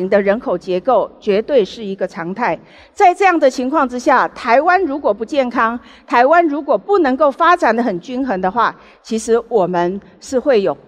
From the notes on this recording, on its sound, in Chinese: 本集節目取自【2023突破者知識跨年饗宴】現場錄音。